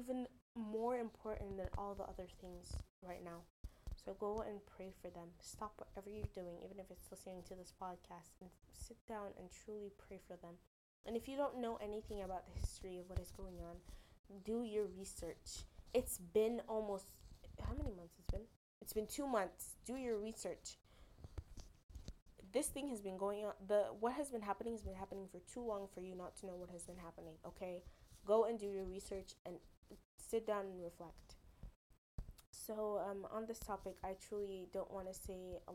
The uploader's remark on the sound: I am sorry about sound the little tech skill died along with the podcast schedule.